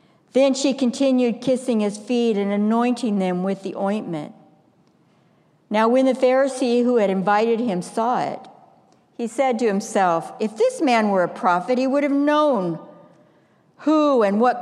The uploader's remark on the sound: Stewardship Sunday message delivered during the Traditional Worship service.